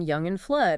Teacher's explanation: your tongue is in a really relaxed, neutral position. Okay. Not too high or low, not too forward or back.